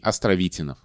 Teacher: ударение в его фамилии падает на «и» Островитинов